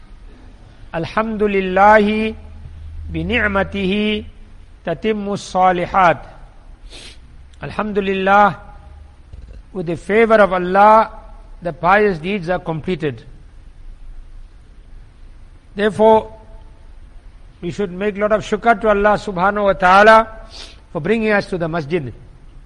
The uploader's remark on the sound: Jumuah lecture at Masjid e Quwwatul Islam